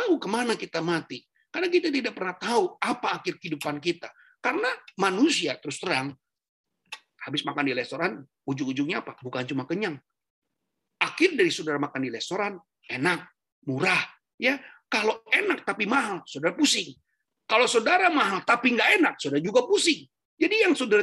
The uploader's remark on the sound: Audio Zoominar